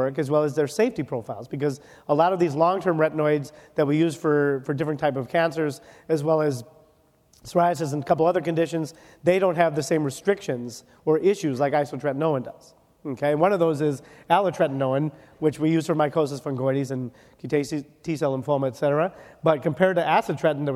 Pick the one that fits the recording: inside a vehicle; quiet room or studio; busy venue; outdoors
busy venue